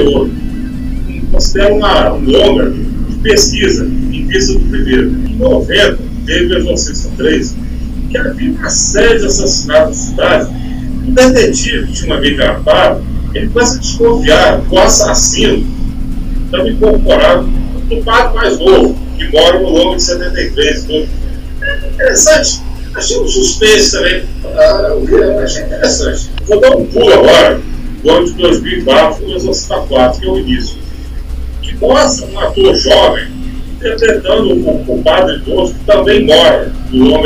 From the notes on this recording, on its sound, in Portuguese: Desta vez online. Mesmo com um áudio não tão bom, peço desculpas.